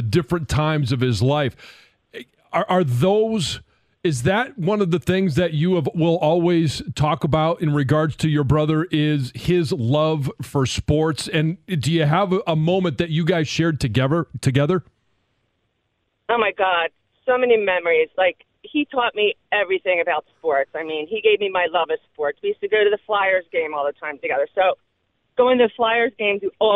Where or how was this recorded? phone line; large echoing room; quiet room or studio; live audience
phone line